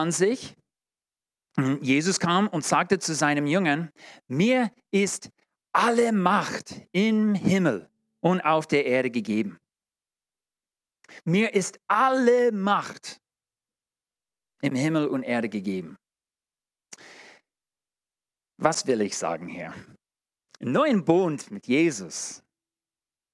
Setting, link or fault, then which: setting, large echoing room